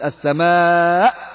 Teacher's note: فالهمزة تأتي أو تخرج الهمزة بقطع الصوت أو بقفل الحنجرة، وهذا نوع من النبر